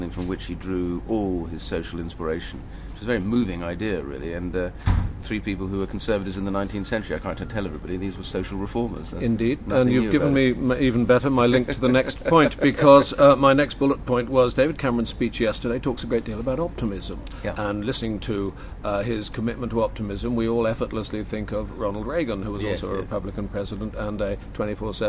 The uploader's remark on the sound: at the Conservative party conference